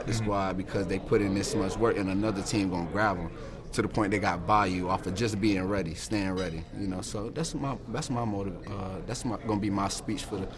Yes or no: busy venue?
yes